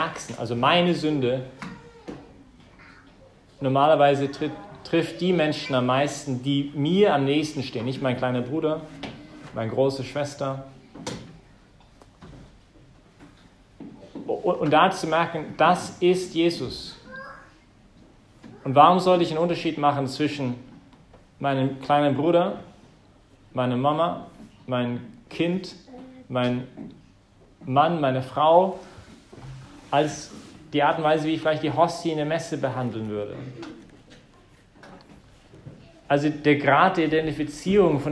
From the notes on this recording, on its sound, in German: im Rahmen des Gottesdienstes im Zentrum Johannes Paul II.